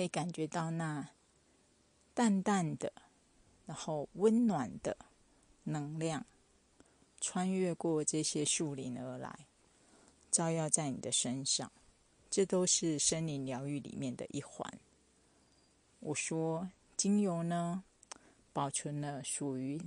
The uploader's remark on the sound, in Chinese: 新竹觀霧檜山巨木群森林療癒。在觀霧檜木巨木群步道的現場。